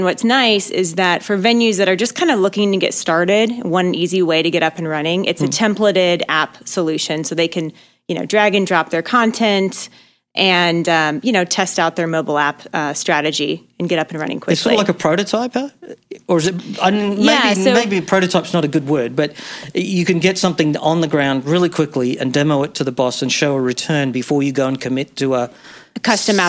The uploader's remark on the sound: At the Atmosphere 2016 conference.